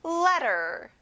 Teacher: 여기에 T 발음이 안 나요.